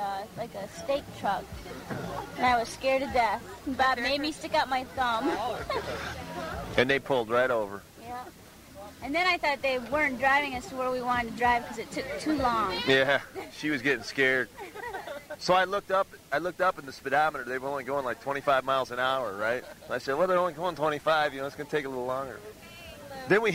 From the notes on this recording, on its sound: We revisit Trail Days in Damascus, Virginia. Most of these interviews were recorded live at the annual festival.